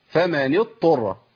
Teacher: عندي مشكله كتير من الناس، اما انه بيبدل الضاد بطاء ويدغمها في الطاء، او بيبدل الطاء بضاد ويجيب ضاد مشدده.